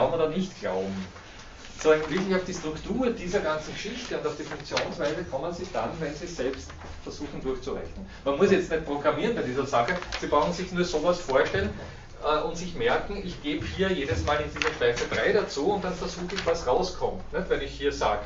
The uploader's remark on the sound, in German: Diese Vorlesung wurde von Studierenden aufgenommen